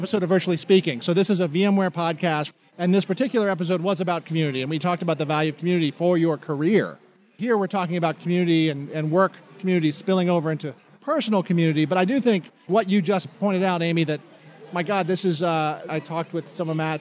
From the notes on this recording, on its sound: record a surprise episode of the Geek Whisperers from my wedding reception